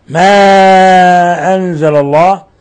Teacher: مد منفصل يمد من 4 إلى 5 حركات، وأيضا عندنا إخفاء حقيقي في قوله تعالى: أنزل الله، نون ساكنة بعدها حرف الزاي، الحكم التجويدي إخفاء حقيقي تقدم نظائره.